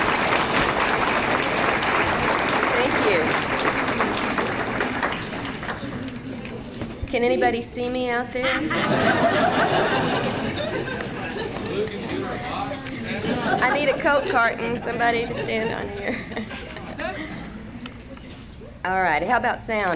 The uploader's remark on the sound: lecture from 1995 ozark mountain conference